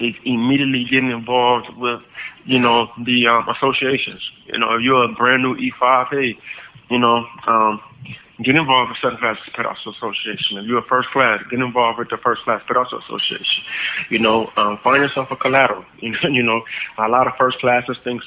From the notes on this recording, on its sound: via phone call